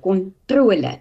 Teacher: Kontroleer is afgelei van kontrole en kontrole word met 1L geskryf want die L word voorafgegaan deur 'n lang klinkere o, kontrole. Dit is nie kontrole nie en daarom word kontroleer ook met 1L e geskryf want ons probeer om uh eh, simplekse en dan hulle samestellings en afleidings so ver as moontlik eenes te spel.